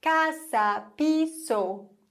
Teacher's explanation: Und viele Deutsche lispeln dann plötzlich auch das S. Aber das S wird nicht gelispelt im Spanischen. Das S ist ein S.